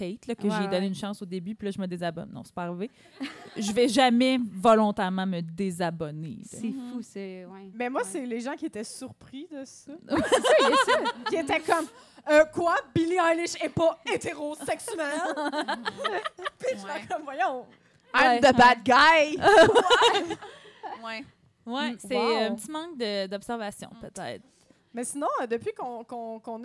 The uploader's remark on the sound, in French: Enregistré devant public au Café Tuyo à Montréal.